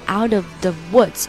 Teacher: 所以我们前面的这个 of 的 v，我们只能发一半啊